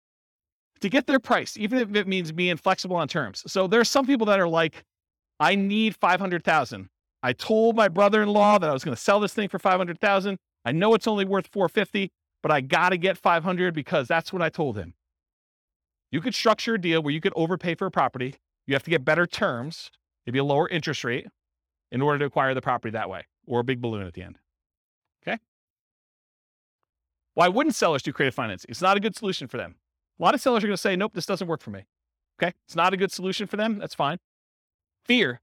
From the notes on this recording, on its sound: This was a live class recorded